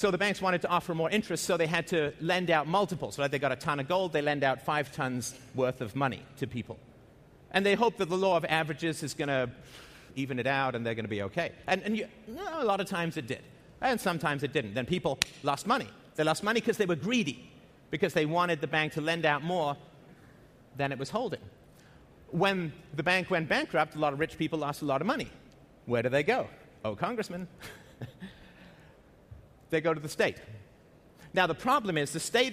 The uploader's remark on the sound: at The Next Web Conference